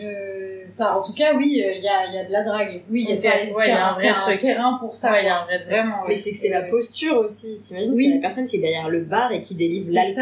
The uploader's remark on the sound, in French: on s'excuse pour le bruit du frigo en fond, les aléas de la prod en roue libre à l'Iphone